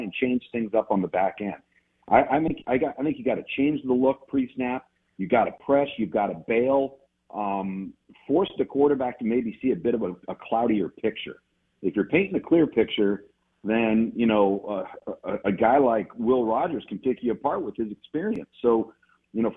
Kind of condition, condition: link, phone line